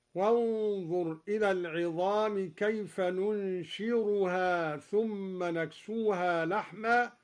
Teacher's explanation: قوله تعالى: كيف ننشزها ثم نكسوها لحما، قرأ الدوري بالراء بدل الزاي